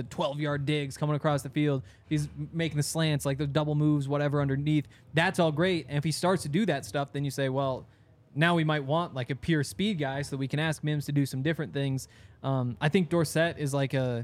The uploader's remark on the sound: coming to you LIVE from the DNVR Bar